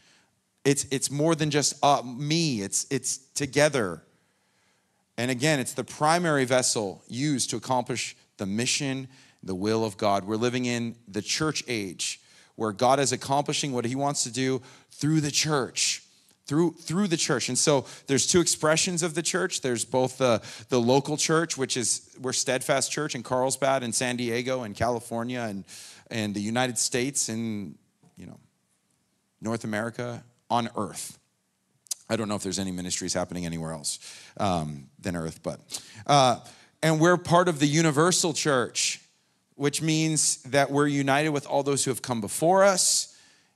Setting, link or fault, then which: setting, large echoing room